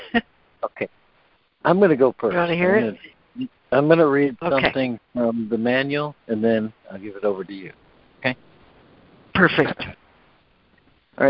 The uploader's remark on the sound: ACIM Daily Conference Call.